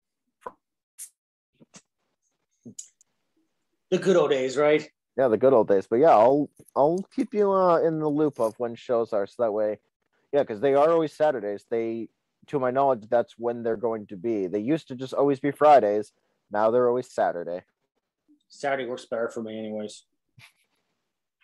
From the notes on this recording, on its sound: comes by the show via Zoom